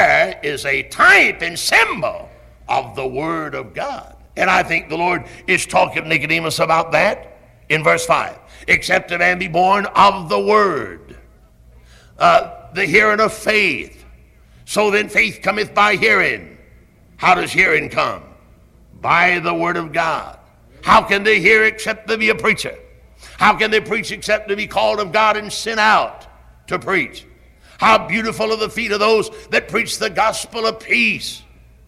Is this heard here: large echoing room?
yes